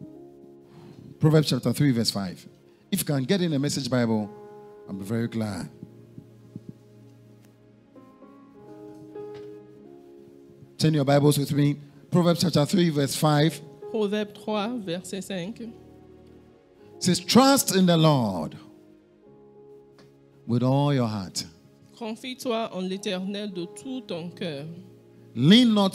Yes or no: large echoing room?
yes